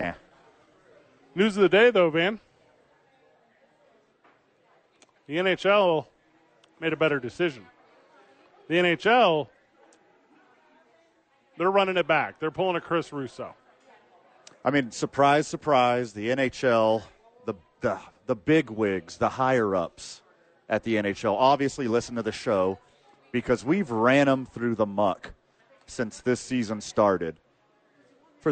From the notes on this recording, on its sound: live from Sadies on 4th for Thursday Night Football